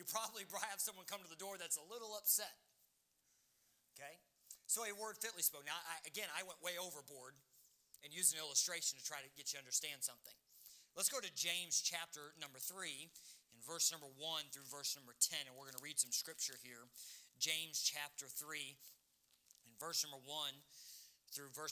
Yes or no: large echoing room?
yes